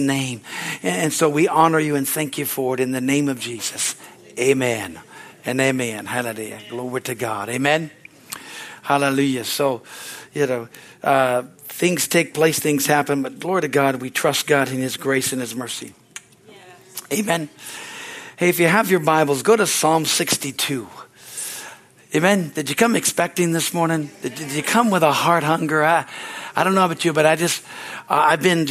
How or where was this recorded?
large echoing room